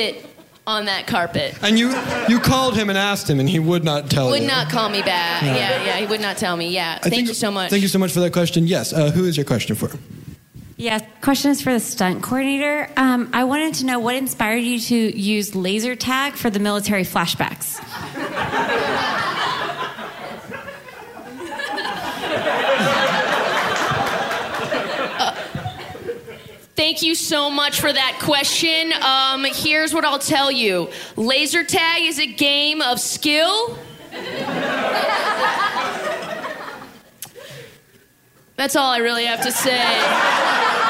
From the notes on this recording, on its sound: A special live episode. Live from the 6th Annual Trill Comedy Fest in Houston, TX.